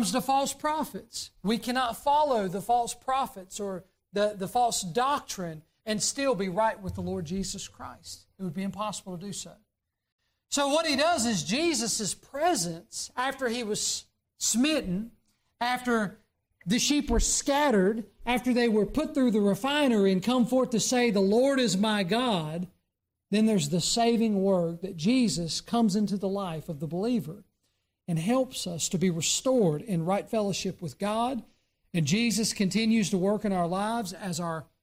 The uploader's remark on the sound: during the Sunday morning service on November 26, 2023, at Southside Baptist Church in Mount Airy, NC.